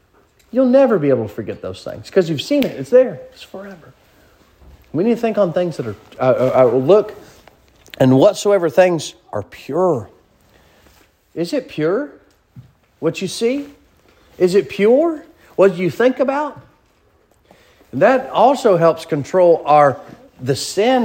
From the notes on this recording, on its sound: Sermon preached at Mid County Baptist Church